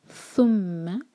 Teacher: ثا کے لیے بھی ہماری زبان جو ہے زبان کی ٹپ اوپر والے دانت پر لگے گی اور تھوڑی سی ٹپ باہر ہوگی، تب ہم سا نکالیں گے سافٹلی.